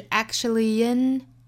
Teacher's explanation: 最后呢是 actually in 有一个小小的 ye 的加音 · Term: 元音和元音的连读